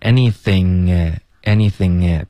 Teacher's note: anything 的这个别动舌尖，所以这个是一个鼻音后鼻音的发音。Anything 不是靠舌尖的呢。